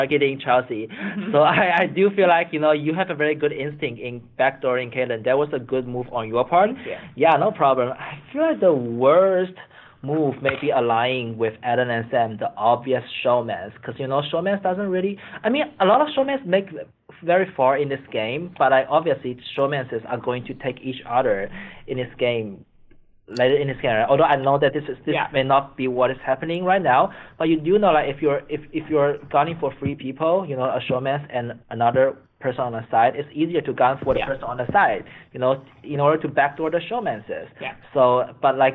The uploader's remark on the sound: Phone Interview